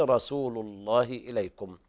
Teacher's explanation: محافظة على التفخيم في لفظ الجلالة